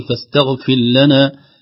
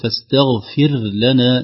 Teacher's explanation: نظهر الراء ونتعمد إظهارها بصوتها هكذا الخفيف · Shown in: second take